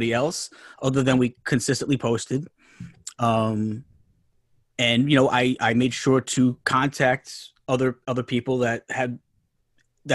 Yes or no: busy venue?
no